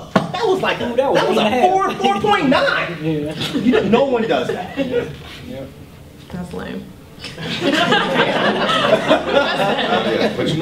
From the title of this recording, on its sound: DEHH Live Panel Discussion